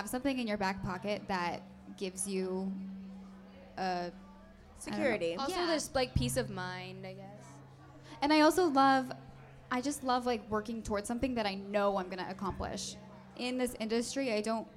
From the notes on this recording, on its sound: LIVE EVENT. Friday night was SUCH a success - it was so amazing to meet all of our sisters and celebrate a night of sisterly vibes.